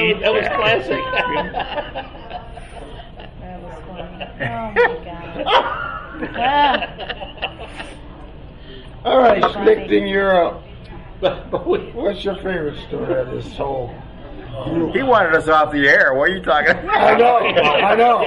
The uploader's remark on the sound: WLCS, WEFG, and Talk n Tunes reunion at the Pop a Top in Muskegon.